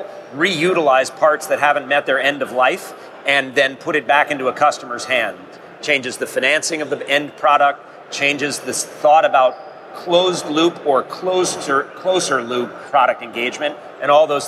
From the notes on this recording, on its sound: MakingChips is back with another live podcast from IMTS 2018.